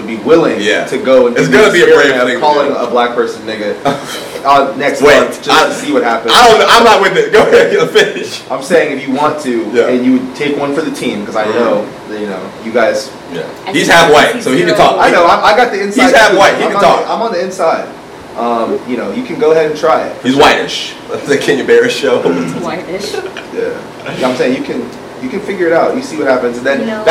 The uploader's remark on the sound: We had some AUDIO DIFFICULTIES this pod! Accidentally unplugged the audio cord so we had to use the raw camera audio.